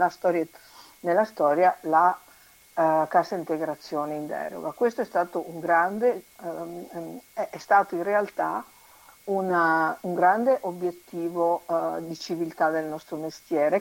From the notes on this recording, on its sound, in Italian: Al telefono con noi